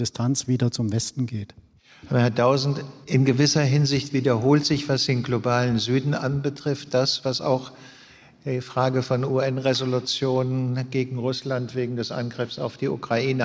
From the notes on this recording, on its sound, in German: diesmal live und auf der Bühne im Rahmen des politischen Literaturfestivals der ZEIT "Frohes Festival" im Heimathafen Neukölln in Berlin